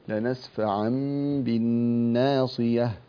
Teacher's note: وتوصل بقلب التنوين ميما مخفى